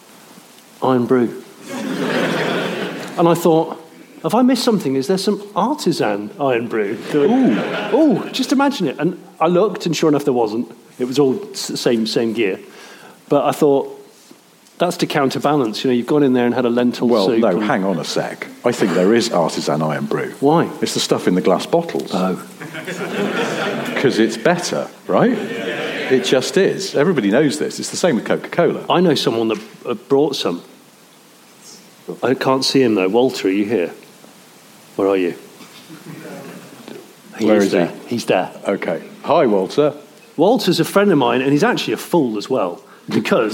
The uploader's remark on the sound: Record in front of an audience in a theatre, basically in Glasgow.